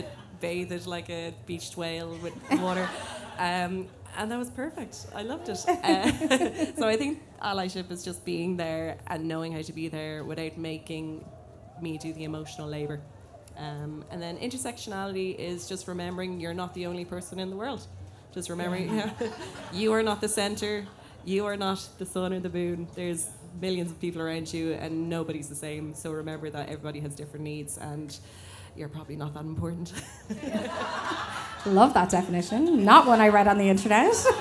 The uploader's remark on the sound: the audio from a brilliant panel I hosted at All Together Now